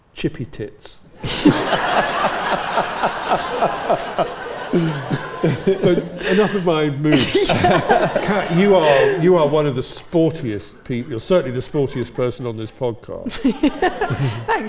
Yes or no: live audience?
yes